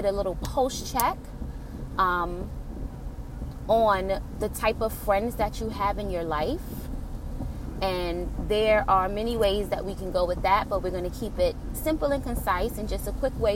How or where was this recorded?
inside a vehicle